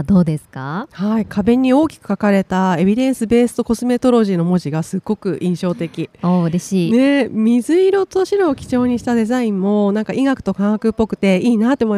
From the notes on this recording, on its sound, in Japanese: 2月20日（火）～22日（木）開催の「健康博覧会2024」に日本化粧品協会が初出展！今回は、番組初となる出展ブースでの公開収録を実施。ブースのこだわりや展示品をご紹介する現場レポート。